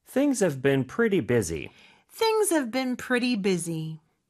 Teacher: Busy 같은 경우는 S 역시 Z 발음으로 해주셔야 돼요.